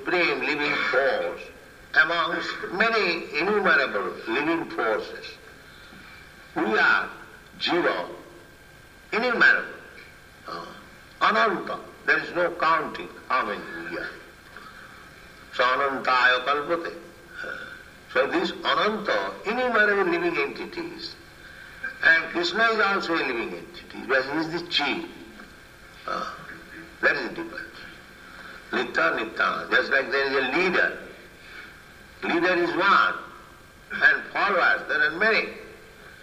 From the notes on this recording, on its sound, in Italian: in diretta dal Tempio di Villa Vrindavana